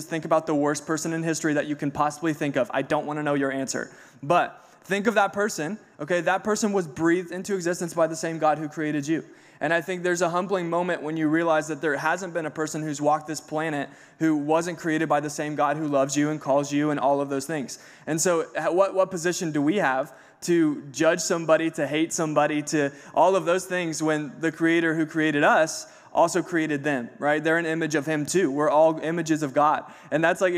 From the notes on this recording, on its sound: The Day We Recorded a Podcast Live on Stage. It is our first episode in front of a live audience!